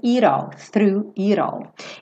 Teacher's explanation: Esse it all, ela fez o rarara no T